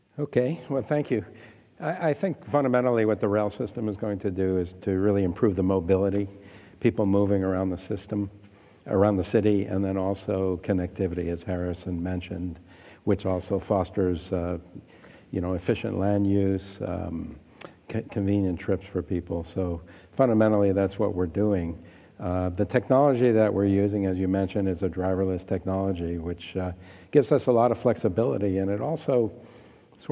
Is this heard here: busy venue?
yes